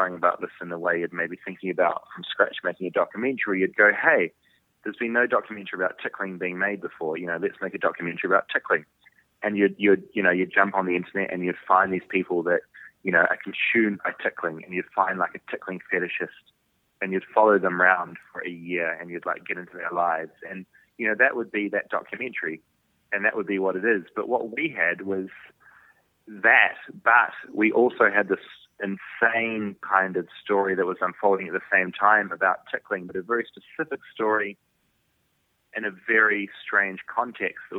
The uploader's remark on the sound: joins us on the phone from Canada